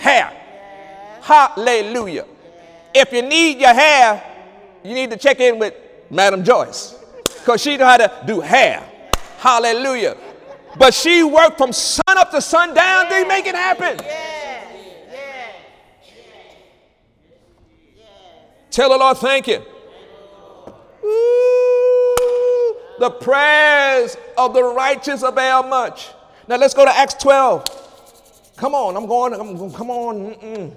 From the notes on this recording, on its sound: During Wednesday night service on May 17, 2017